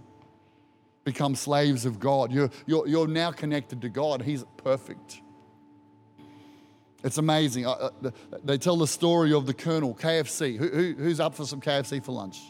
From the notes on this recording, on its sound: Recorded during our Good Friday service